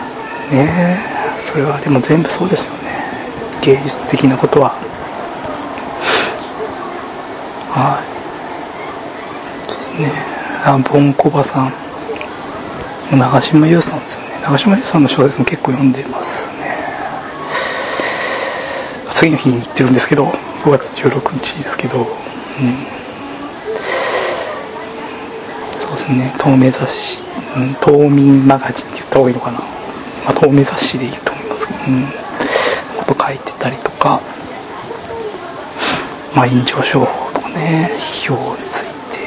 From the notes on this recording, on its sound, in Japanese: 初めてのボイスメモを録音してみた。一人喋りは難しすぎる！